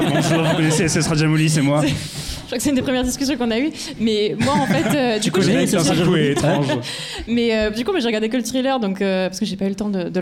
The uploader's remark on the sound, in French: L'équipe pour un grand podcast spécial, filmé et en public au Dernier Bar avant la Fin du Monde.